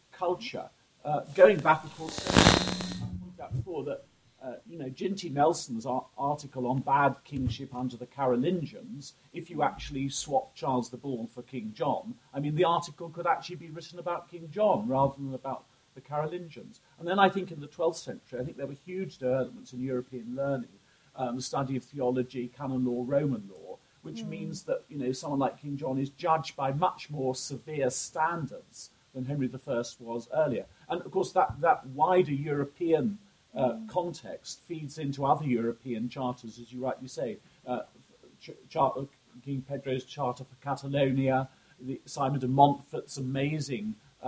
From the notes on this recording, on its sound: We apologise for the variable sound quality of this podcast.